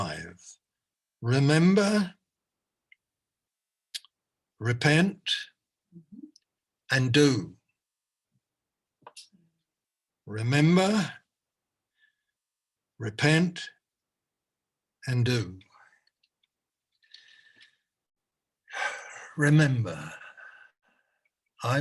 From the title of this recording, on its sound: Malaysia Meets (Zoom)